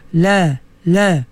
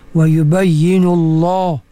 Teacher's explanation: tadi juga tebalkan lafaz Allah tu sebenarnya tuan-tuan apa lam ni lam sebenarnya nipis lam fathah la la tapi bila dia duduk pada lafzul jalalah lafaz Allah dia dibaca dengan tebal